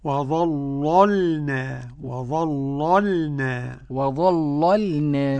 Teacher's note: قرأ ورش بتغليظ اللام الأولى · وأنا أغلظ اللام الأولى ورقق الثانية